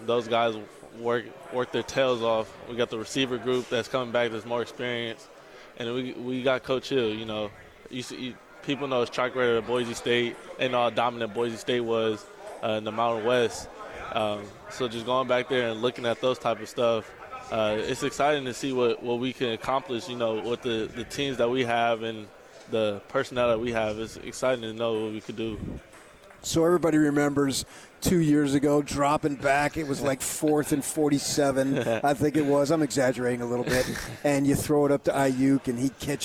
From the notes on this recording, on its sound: LIVE from Pac-12 Media Day in Los Angeles, CA.